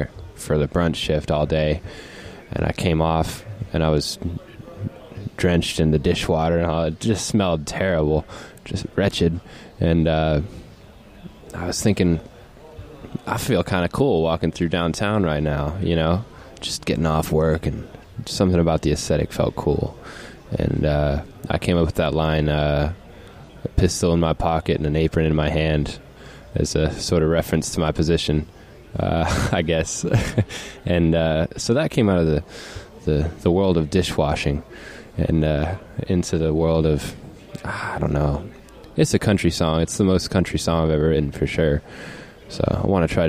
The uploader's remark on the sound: The music was recorded in person at Frank's Place in Ocoee